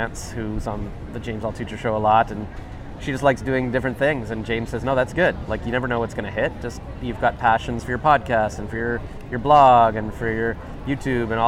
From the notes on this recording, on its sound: We were sitting outside in Ottawa's ByWard Market, as we talked, a huge storm started - It was called "May 2022 Canadian derecho" and did a lot of damage.